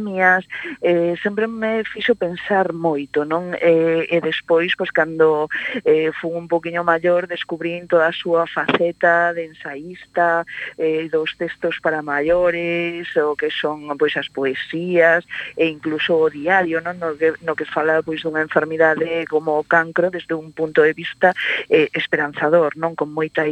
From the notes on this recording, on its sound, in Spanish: entrevista telefónica